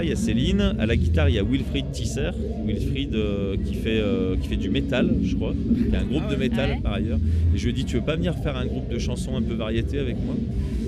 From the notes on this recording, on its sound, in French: lors du 4 ème Festival des Jours de Fêtes !